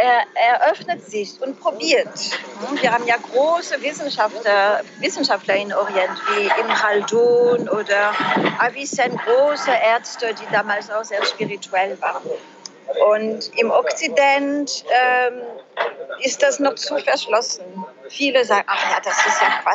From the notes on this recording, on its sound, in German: Befindet sich zum Zeitpunkt des Interviews auf Djerba in einem Café - bitte verzeihe uns die Hintergrundgeräusche, mit dem Internet ist es in Djerba nicht ganz so einfach.